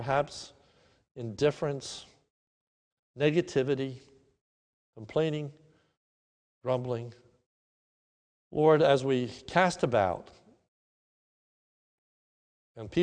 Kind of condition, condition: setting, large echoing room